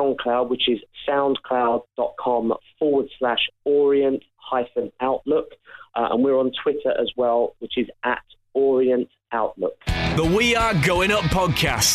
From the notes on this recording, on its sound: There's also a special guest on the phone.